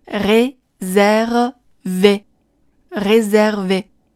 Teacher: 最后的 v 是一个咬唇音 · IPA: [rezɛrve]